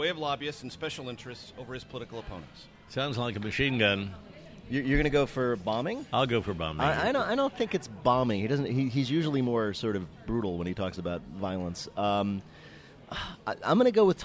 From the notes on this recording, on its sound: Recorded at Founding Farmers in Tysons Corner.